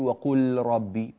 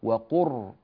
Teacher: وقل ربي أعوذ بك من همزات الشياطين، فلا نقول وقل ربي بل وقر، قر من قاف إلى راء مباشرة · Shown in: second take · وقل ربي أعوذ بك، فهكذا تدغم اللام في الراء.